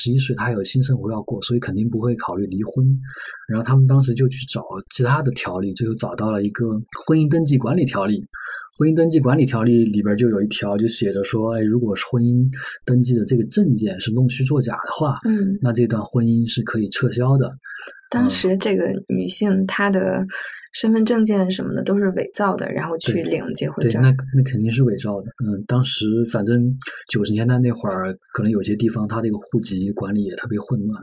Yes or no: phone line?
no